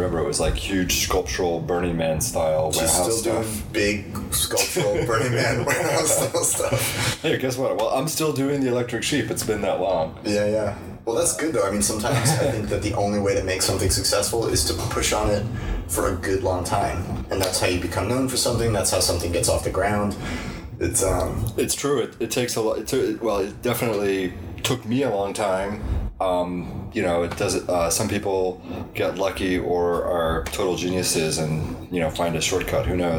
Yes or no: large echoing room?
no